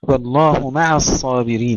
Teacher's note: ترقيق العين قبل تفخيم الصاد